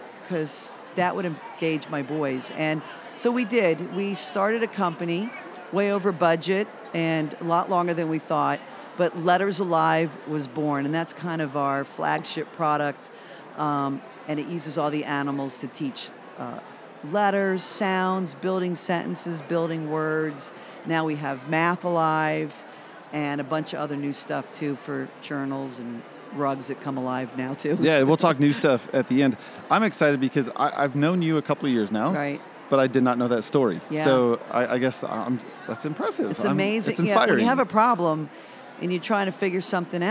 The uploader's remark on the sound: This episode was prerecorded at a conference in the exhibit hall booth of one of my favorite companies, Alive Studios!